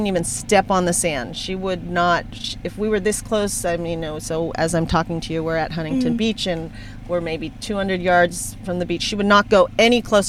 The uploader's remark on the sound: from my car!